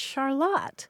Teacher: some of them dropped the R too